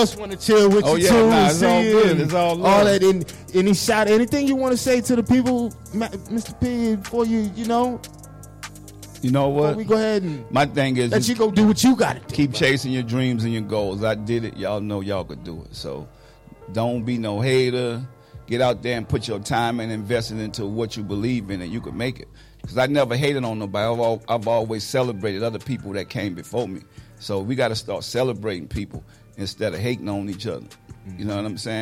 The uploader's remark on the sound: recorded at Robarts Arena in Sarasota FL